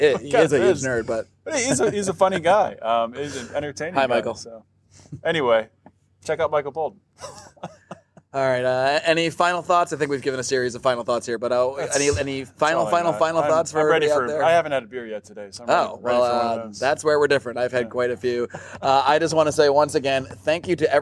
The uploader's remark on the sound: live from the LNC in NOLA!